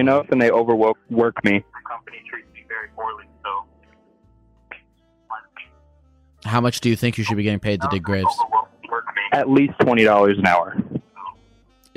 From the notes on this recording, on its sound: Every call in this episode lasts only 1 minute.